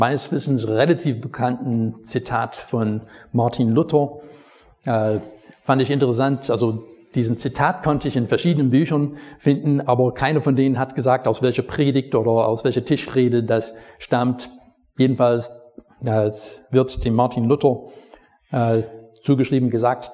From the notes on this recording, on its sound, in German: Predigt aus dem Gottesdienst